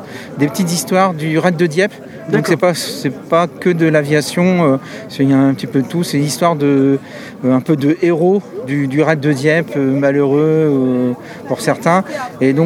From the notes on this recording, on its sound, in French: L'EntrePod se balade au 19e festival BD de Dieppe 2021. Nous n’avions pas de stand et je suis donc allé réaliser une épisode de « L’EntrePod de balade » en configuration nomade, prêt à dégainer le micro selon les opportunités !